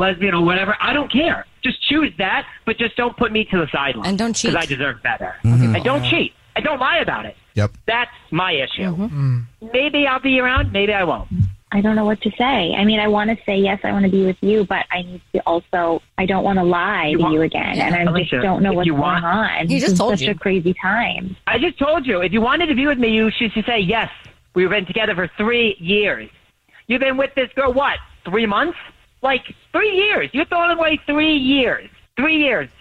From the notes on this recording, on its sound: We have a listener on the phone who thinks his girlfriend of 3 years is cheating on him.